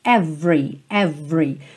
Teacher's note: essa palavra every, por norma, por padrão, não tem o E do meio pronunciado.